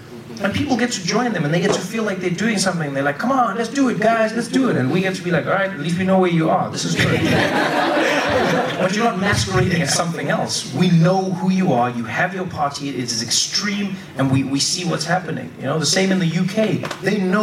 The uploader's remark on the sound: Recorded live at the 2016 Vulture Festival.